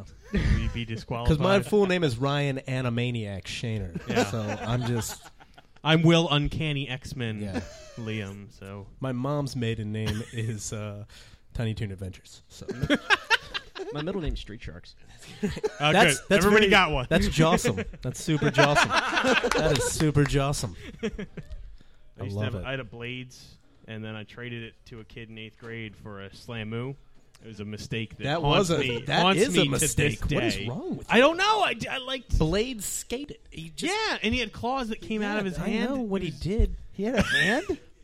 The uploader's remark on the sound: We are live from Jester Playhouse at 545 Tilton rd in Northfield NJ.